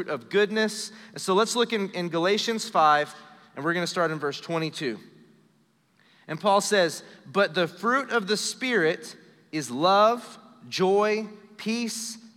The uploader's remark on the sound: Recorded live during our Wednesday night service